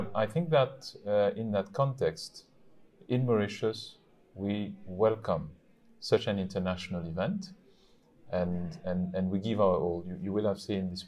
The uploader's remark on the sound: at the OESAI 45th annual conference. Hosted in Mauritius.